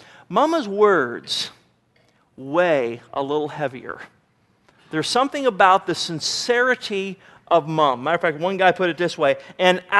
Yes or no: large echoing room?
yes